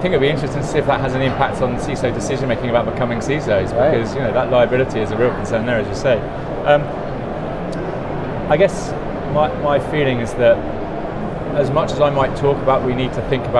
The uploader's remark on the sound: Infosecurity Europe 2023, London, England. Live on-location from Infosecurity Europe 2023.